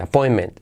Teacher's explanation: La T de point casi no se dice, appointment, y la, la final tampoco.